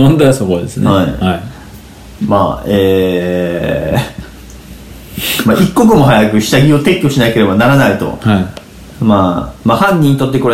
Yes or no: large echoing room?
no